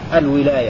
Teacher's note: هكذا يقرأ حمزة والكسائي بكسر الواو في سورة الكهف